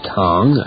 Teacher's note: And then you pronounce it tong, sort of rising intonation